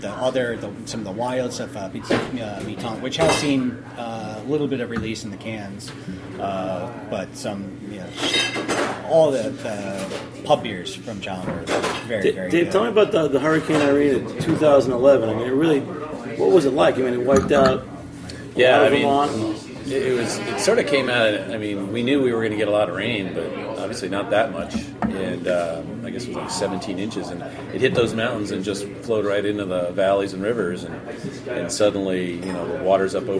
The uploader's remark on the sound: Recorded live at the Blind Tiger during this year's Beer Week NYC.